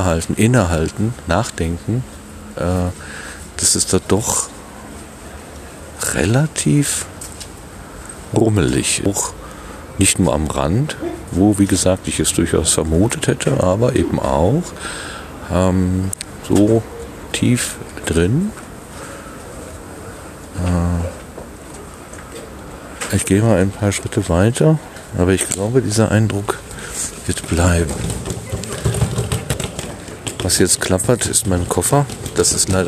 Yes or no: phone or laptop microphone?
yes